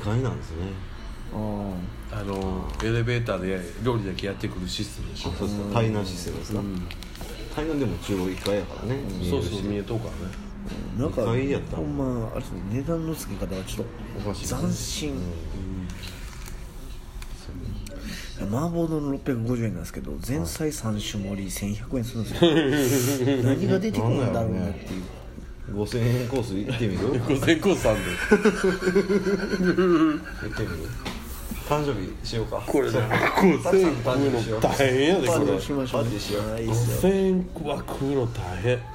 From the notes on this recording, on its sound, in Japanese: RECORD(お店)より